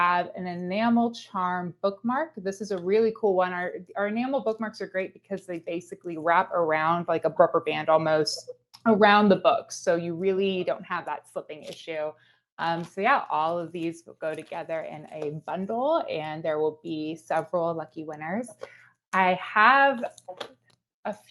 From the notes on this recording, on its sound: Live Book Release Event via Crowdcast